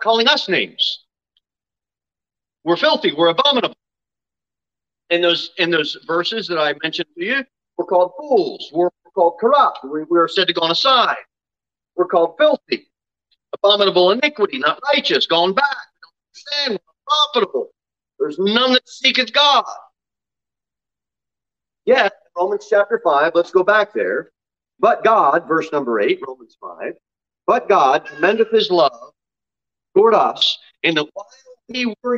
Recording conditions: large echoing room